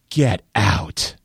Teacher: I might say, get out, in a kind of breathy voice. And my breathy voice conveys shock and a sort of feigned incredulity.